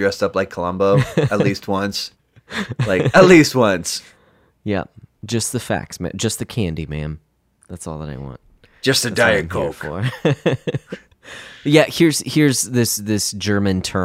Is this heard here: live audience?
no